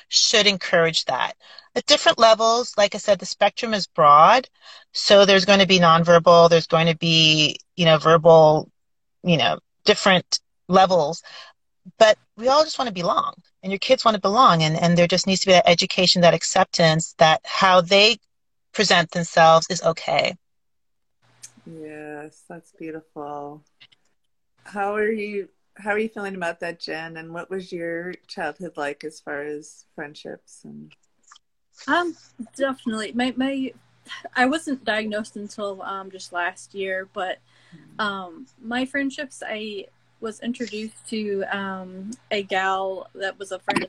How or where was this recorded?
video call